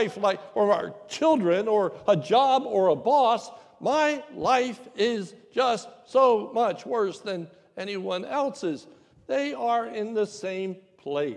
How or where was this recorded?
large echoing room